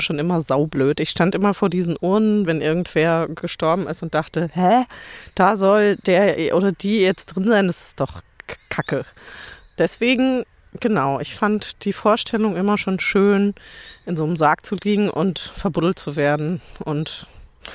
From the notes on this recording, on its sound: live auf dem Friedhof!